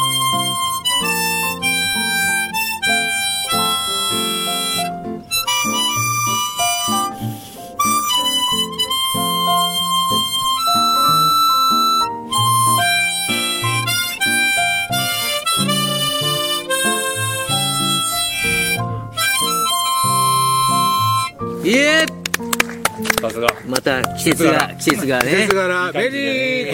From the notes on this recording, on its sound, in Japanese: 箱根三人対談。箱根まで日帰りバイクツーリングしてきました。富士山をバッグに３人対談。